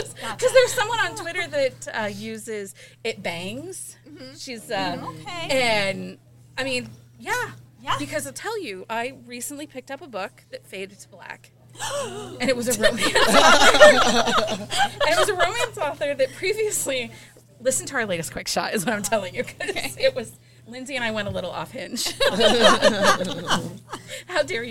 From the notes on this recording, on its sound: live from the Barnes and Noble in Maumee, Ohio for Heating Up the Holidays Event.